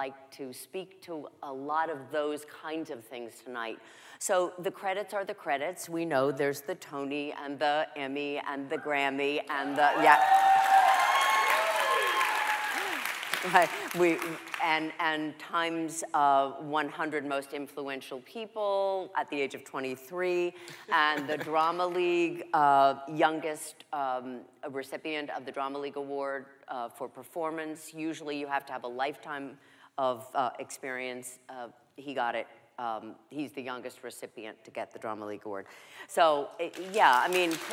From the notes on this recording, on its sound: The conversation was recorded on October 2, 2019 in front of a live audience at New York's 92nd Street Y.